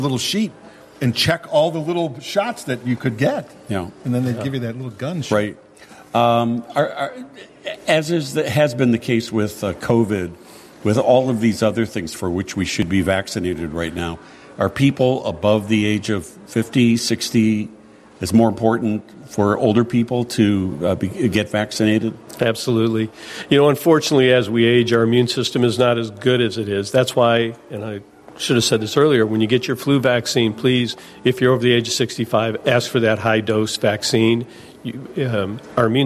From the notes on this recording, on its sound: live from Treetime at Lake Barrington!